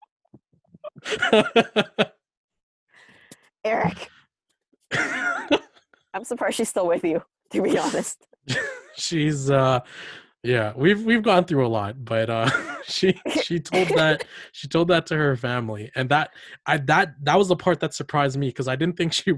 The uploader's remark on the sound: This podcast was recorded on Zoom